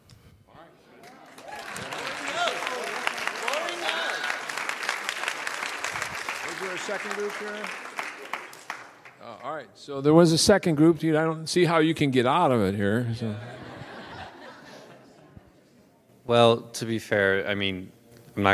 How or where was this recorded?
large echoing room